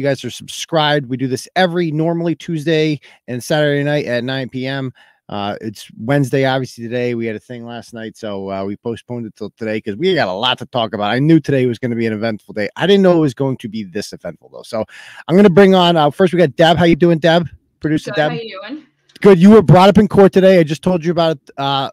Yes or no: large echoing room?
no